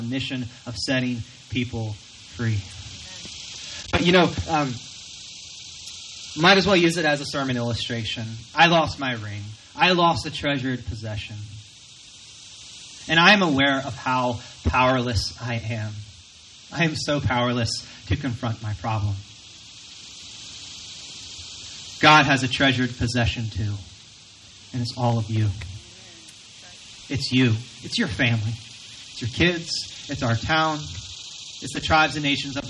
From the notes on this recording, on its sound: Recorded from our outdoor worship gathering.